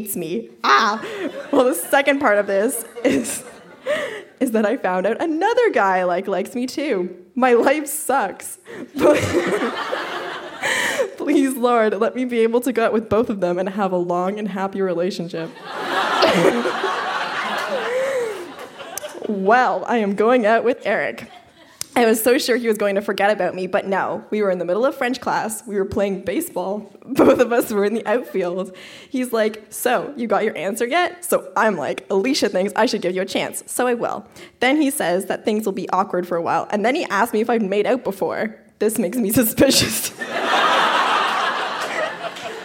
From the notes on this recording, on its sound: Recorded live at The Spice Factory in Hamilton.